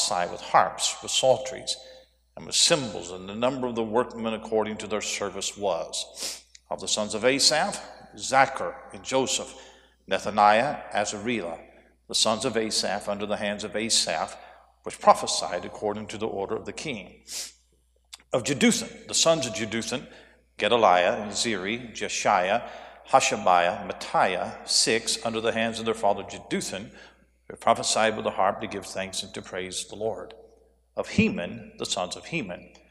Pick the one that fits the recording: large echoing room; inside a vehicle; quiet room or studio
large echoing room